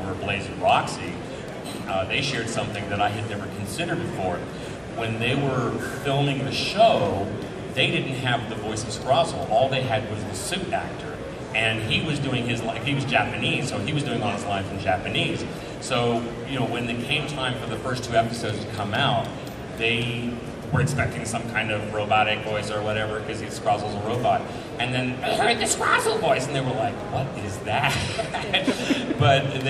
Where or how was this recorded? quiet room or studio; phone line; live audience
live audience